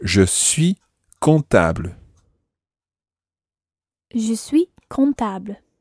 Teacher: You don't pronounce the last S of je suis